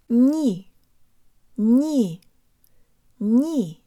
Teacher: Make sure your tongue is high and forward for the next syllable, and notice that there's a hint of a Y sound built into the N as well.